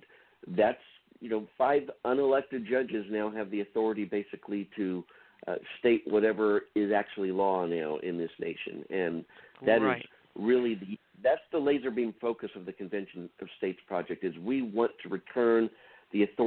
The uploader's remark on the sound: An Open Phone Line Discussion.